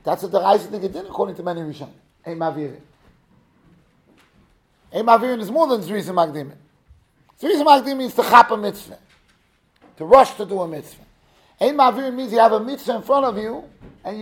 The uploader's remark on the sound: Shiur recorded in Yeshivas Ohr Reuven, Monsey, NY.